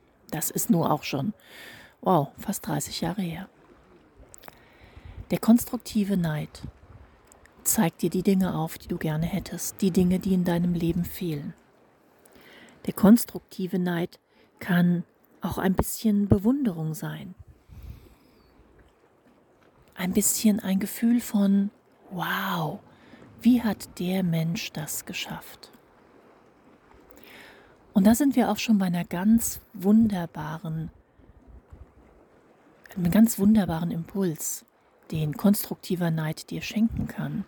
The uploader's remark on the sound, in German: Dieser zweiten Sabbatical Podcast Folge, die ich auf einem Steg im Meer sitzend in einer FastVollmondNach für euch live eingesprochen habe.